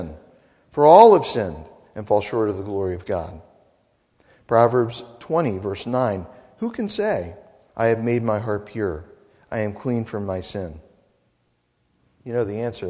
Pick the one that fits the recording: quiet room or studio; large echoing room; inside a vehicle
large echoing room